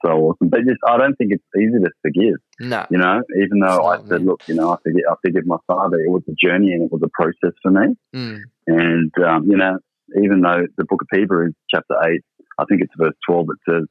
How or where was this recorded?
phone line